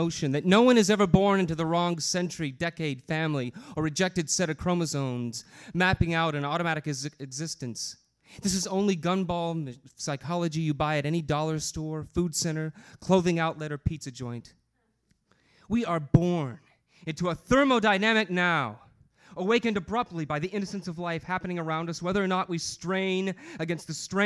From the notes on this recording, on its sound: This is the earliest known recording of the Kzoo Poetry Slam at Kraftbrau Brewery.